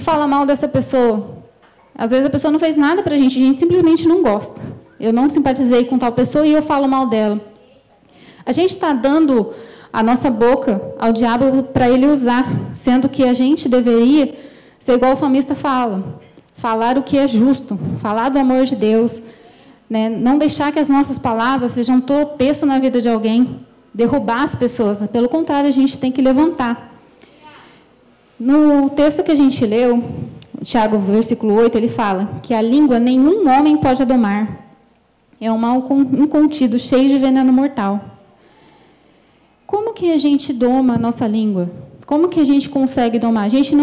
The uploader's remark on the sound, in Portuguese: Culto gravado em 08/03/2022 durante a celebração do culto das causas impossíveis